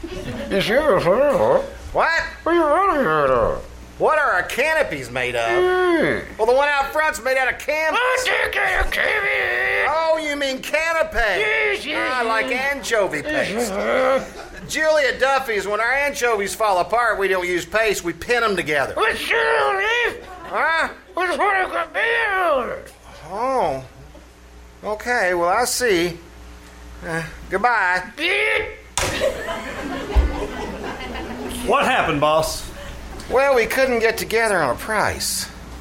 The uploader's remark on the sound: performed live June 21-23 at the KCAL Radio Theater in downtown Nicholasville, Kentucky